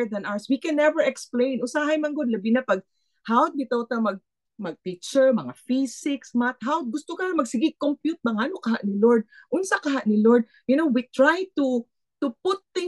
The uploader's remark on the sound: Footwashers' 2nd Zoom meeting.